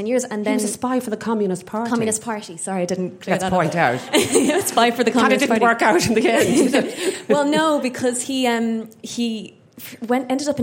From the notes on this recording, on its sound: we hosted a special live episode of the podcast at The Dean Hotel in Dublin